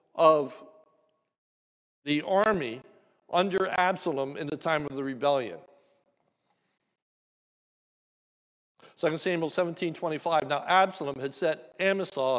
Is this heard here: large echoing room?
yes